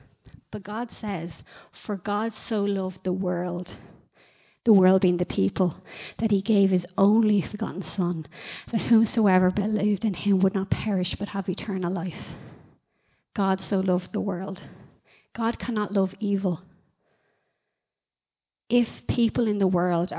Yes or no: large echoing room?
yes